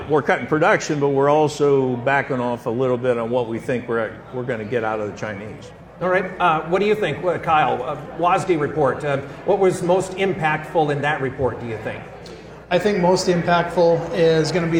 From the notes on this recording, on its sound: This episode was taped in front of a live audience at the 2023 York Ag Conference in York, Nebraska.